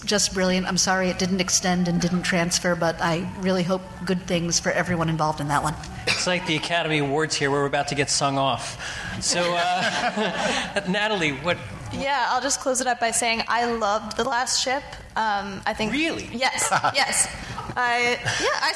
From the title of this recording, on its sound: Live at BroadwayCon